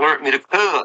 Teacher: And in this particular recording, you can hear him using the intrusive T with learn. So instead of the ED, he just puts the T on the end